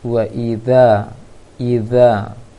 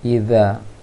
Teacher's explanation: untuk dzal usahakan lagi di ujung lisan, keluarkan ujung lisannya ke ujung gigi atas. Wa idza, idza, kurangi bunyi desirnya, bahkan saya diusahakan tidak terdengar sama sekali bunyi desiran suaranya.